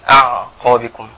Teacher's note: يعني مثل أن يقرأ مثلا كلمة أعقابكم، فهو ممكن أن ما أحكمش المخرج أو أحكم لسانه وفكه، فيفخم العين والهمزة قبلها